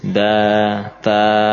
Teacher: Huruf istifal menghasilkan bunyi tipis, ya, karena tidak ada pantulan pada apa langit-langit, tidak akan muncul gema atau gaung dalam rongga mulut, sehingga bunyi yang dihasilkan dari huruf-huruf istifal adalah bunyi yang tipis.